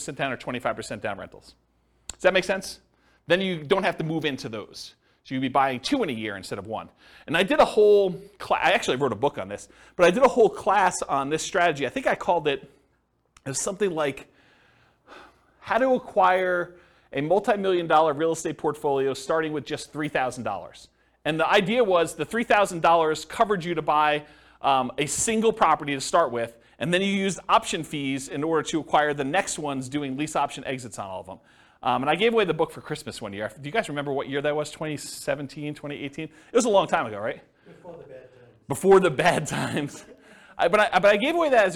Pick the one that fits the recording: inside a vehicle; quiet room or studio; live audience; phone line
live audience